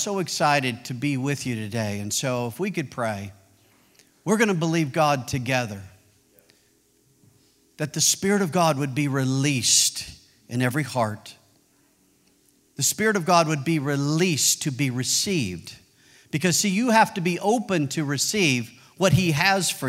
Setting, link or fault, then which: setting, large echoing room